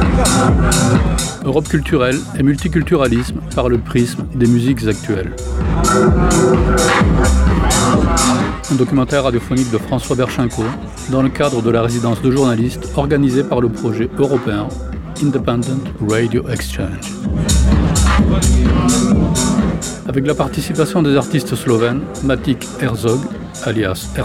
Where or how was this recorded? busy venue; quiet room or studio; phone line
busy venue